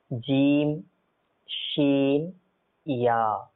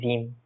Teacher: এই তিনটি হরুফকে আপনার উচ্চারণ করতে হবে জিহ্বার মধ্যভাগ এবং তালুর মধ্যভাগ থেকে · Shown in: first take · Term: হরুফে সাজারিয়া